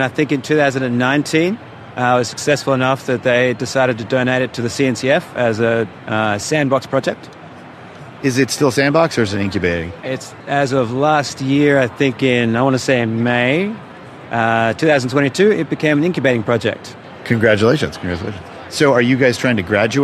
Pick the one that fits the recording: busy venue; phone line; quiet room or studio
busy venue